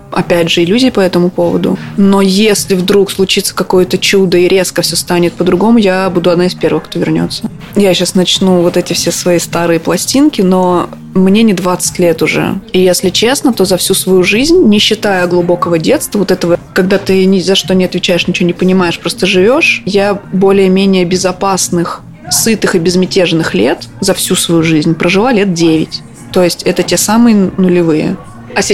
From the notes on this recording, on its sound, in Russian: Записаться тоже в баре. И все это под звуки живущего своей жизнью бара.